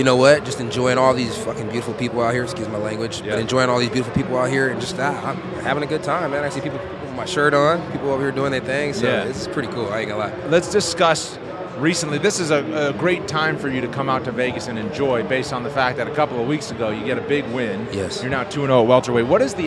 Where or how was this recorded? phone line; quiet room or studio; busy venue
busy venue